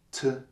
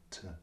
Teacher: auch das T ist im Englischen weniger aspiriert · Shown in: second take · das heißt, wir haben nicht T, sondern wir haben quasi mit der Zunge ein klein bisschen so ganz, ganz leicht zurückgezogen, so ein T.